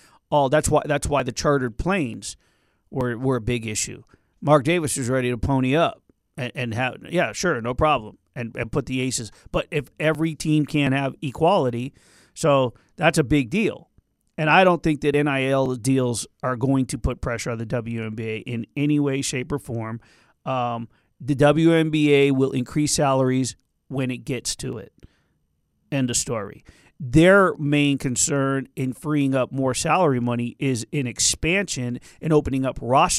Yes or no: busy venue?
no